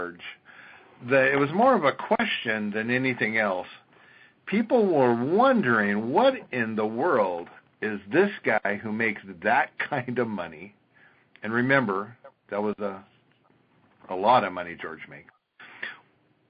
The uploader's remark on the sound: an archive of weekly conference calls